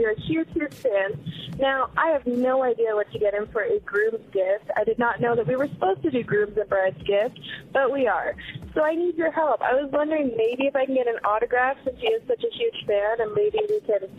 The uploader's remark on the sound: a mystery guest called